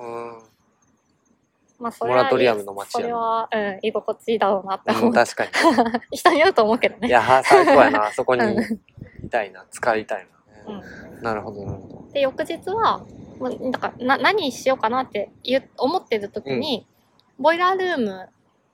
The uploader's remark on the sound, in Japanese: In 奈良公園。対面収録（初！）場所は奈良公園。鹿はめっちゃ泥浴びしてるし、カラスは鳴くし。